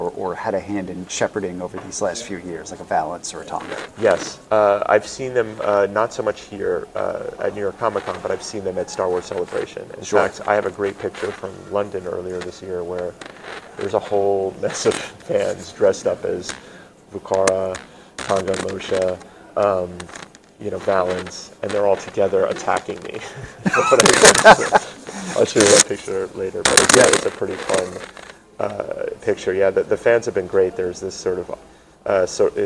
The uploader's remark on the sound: wanders the Javits Center during New York Comic Con 2023